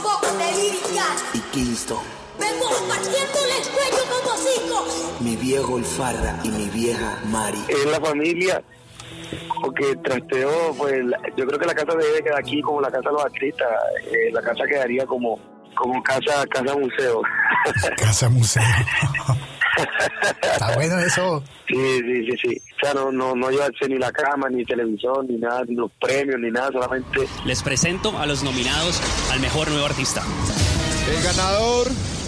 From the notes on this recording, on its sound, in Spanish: Una entrevista telefónica en podcast para conocer más y mejor al cartagenero.